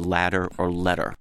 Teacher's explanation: a flap is that sound like the double T or the double D in the word ladder or letter.